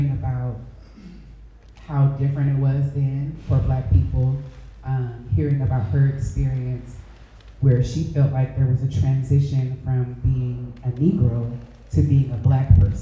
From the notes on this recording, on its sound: This conversation took place on September 30, 2023 at the West Oakland Cultural Action Network’s Land is Liberation Festival in the Storytelling Pavilion.